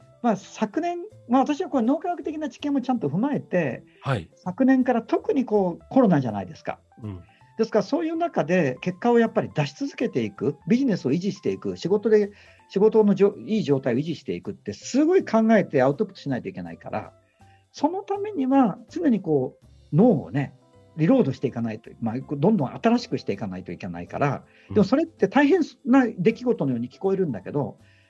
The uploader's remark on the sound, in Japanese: スタジオではなくZOOMを使って遠隔収録となりました。少し音のバランスが悪いですがご容赦下さい。